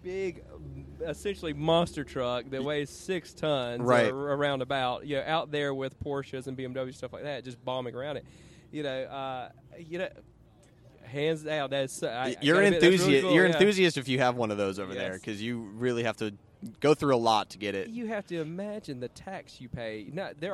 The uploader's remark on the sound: This episode of Cars and Talky is recorded from Birmingham Cars and Coffee. This is the cars and coffee event that I first became a part of while I was attending college.